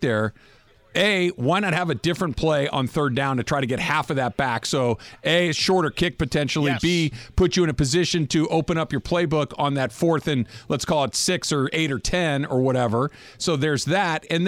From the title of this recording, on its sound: LIVE From Ralphs in Redondo Beach!